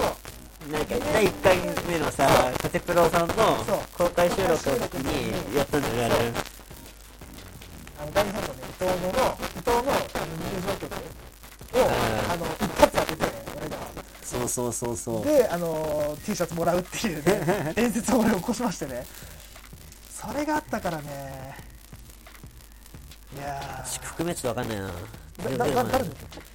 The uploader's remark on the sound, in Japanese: 今回の音源は音質が悪いため、ご了承の聴取ください。無観客公開収録第2部の模様をお送りします。